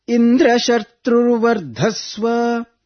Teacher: the Sanyuktakshara Dra is up, but Vardhasva Dhva is down, Anudatta.